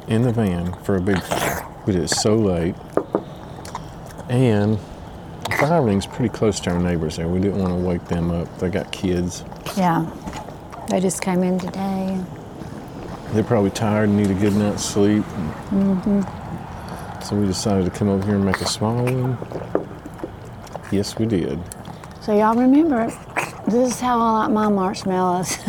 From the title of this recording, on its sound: Fireside chat from Yogi Bear’s Campground Pigeon Forge